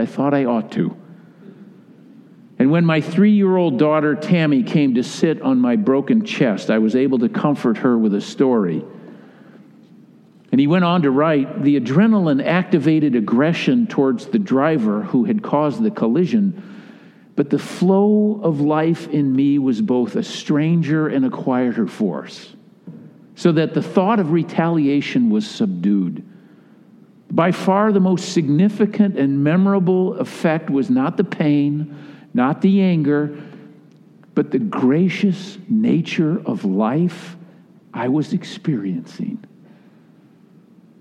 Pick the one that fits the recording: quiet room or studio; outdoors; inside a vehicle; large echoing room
large echoing room